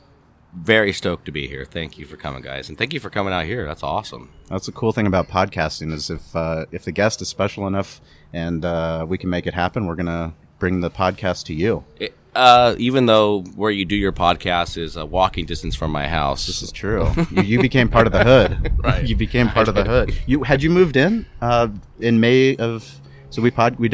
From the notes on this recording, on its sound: Podcast recorded live on the main stage at Grand Ole BBQ y Asado in Flinn Springs, California.